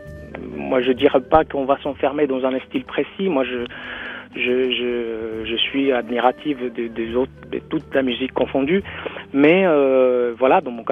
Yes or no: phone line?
yes